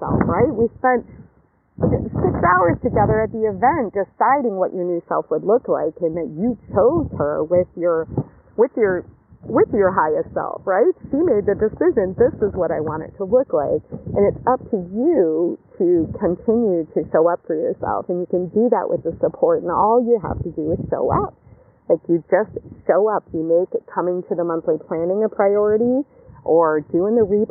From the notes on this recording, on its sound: Live from the beach, post yoga.